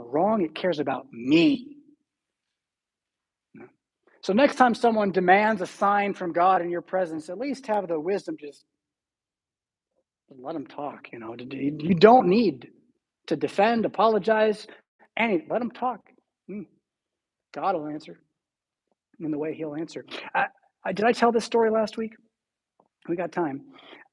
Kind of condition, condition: setting, large echoing room